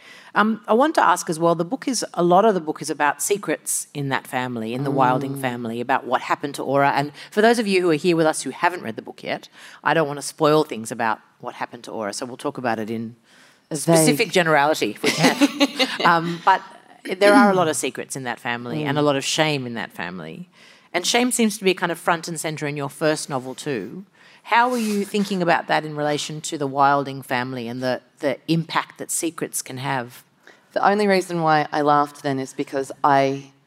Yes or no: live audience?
yes